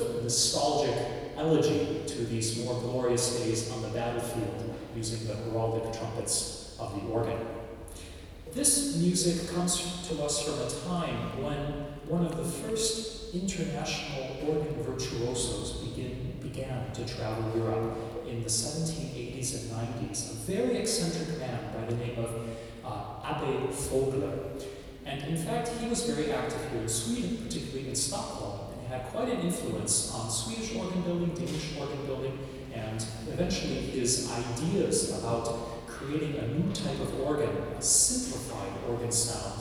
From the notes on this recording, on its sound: Reporting from Göteborg International Organ Festival. Hear excerpts from his concert from HAGA CHURCH. ORGAN RECITAL AT THE MARCUSSEN ORGAN.